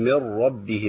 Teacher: ادغامها في اللام والراء ادغام ايه؟ كامل بغير غنه